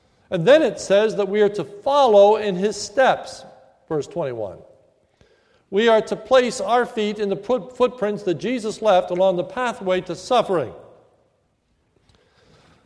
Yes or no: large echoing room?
yes